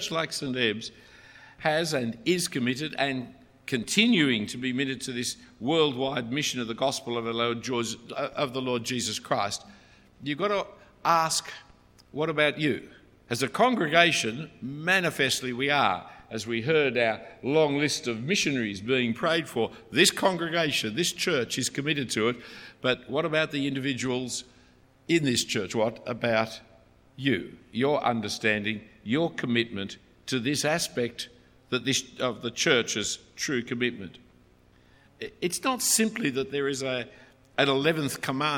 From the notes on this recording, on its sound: A talk preached at St Ebbes in Oxford, UK.